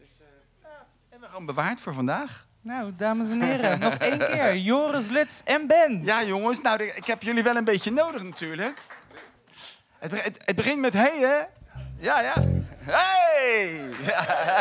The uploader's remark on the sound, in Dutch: Tijdens deze tweede aflevering van live talkshow en podcast Ken Je Dat Niet Horen Dan? De show is maandelijks live te zien in Theater Walhalla in Rotterdam (Katendrecht).